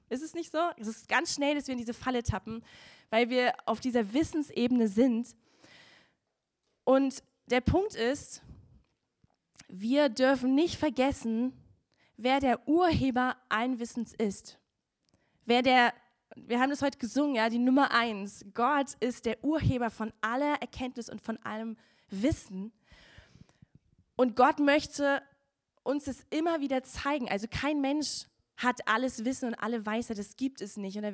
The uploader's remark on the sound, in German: Gottesdienst Predigt